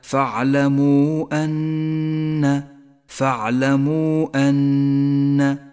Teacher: والآن المد المنفصل عند قوله تعالى فاعلموا أن، فاعلموا أن، الواو في كلمة والهمزة في الكلمة التالية، هذا مد منفصل وهو مد جائز، اخترنا قصره على حركتين